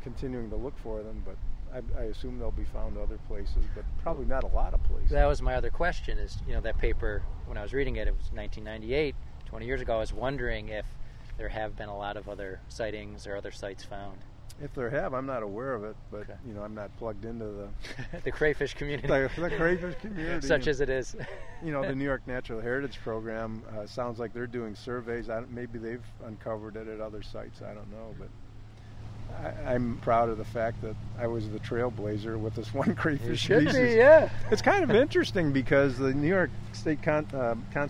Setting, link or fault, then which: fault, sounds in the background